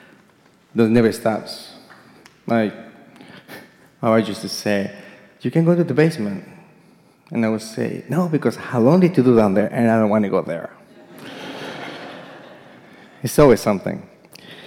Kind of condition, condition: setting, live audience